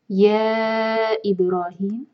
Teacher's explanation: یا تو یہ مد منفصل یا چار حرکت کھینچیں گے